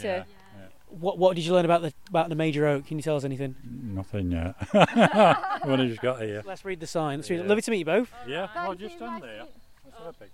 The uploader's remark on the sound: We take you on location around Nottinghamshire as Stage 4 of the Tour of Britain hits Robin Hood country. Catch up with riders before and after the race.